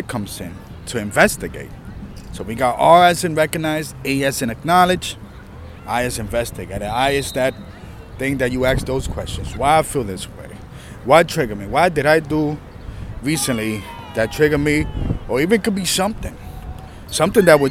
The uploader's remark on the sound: This was recorded outside during busy time in the park, enjoying the environment.